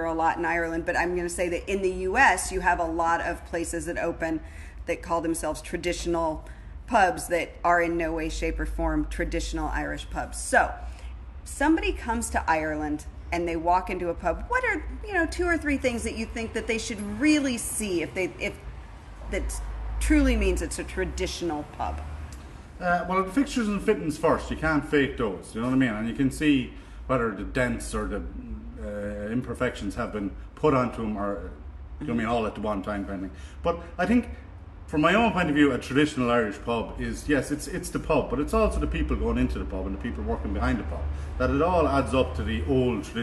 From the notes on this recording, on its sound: Live from Morrissey's Pub in Abbeyleix, County Laois.